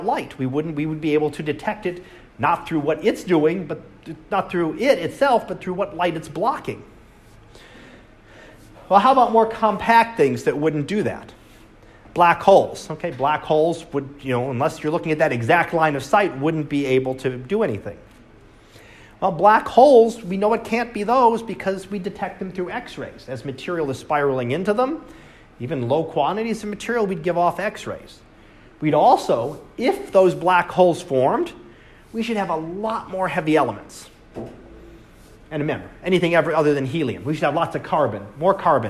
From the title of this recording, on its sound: Live Class Lecture